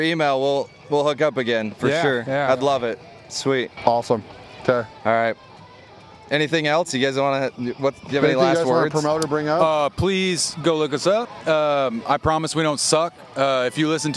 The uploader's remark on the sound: Live at Aftershock